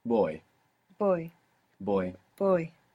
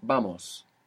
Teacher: In the southern cone around Argentina and Chile, you hear a lot more V kind of pronunciation in many places. Generally, in the Spanish-speaking world, it's like a soft B. So we want to make that association now between V and soft B. · Now, this is actually spelled V-O-Y. Now, the V in Spanish can sound like a V in English, like a V, or it can sound like a soft B, like boy. You might be familiar with the word vamos.